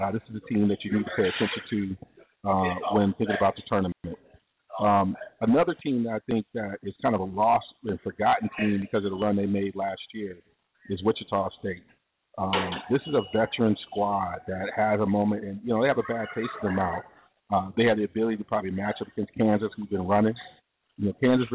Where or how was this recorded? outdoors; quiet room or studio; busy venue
busy venue